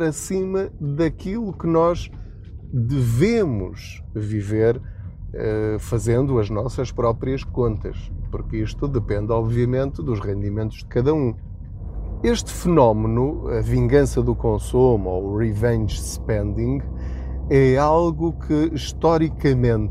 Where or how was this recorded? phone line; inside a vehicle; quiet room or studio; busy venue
inside a vehicle